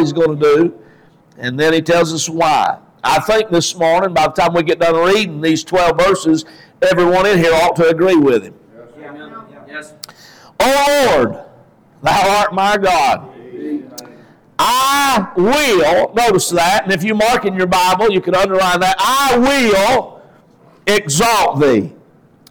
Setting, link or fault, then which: setting, large echoing room